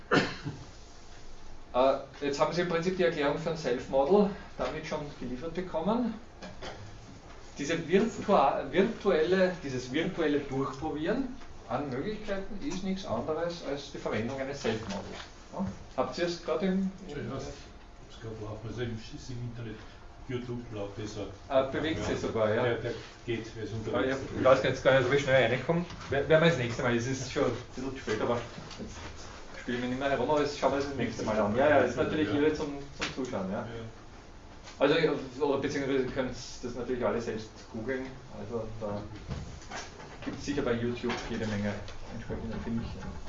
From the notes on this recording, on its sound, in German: Diese Vorlesung wurde von Studierenden aufgenommen